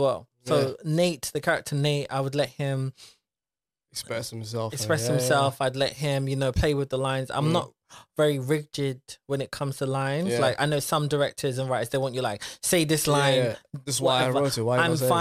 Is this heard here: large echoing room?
no